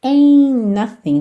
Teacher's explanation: Você não ouve o T de ain't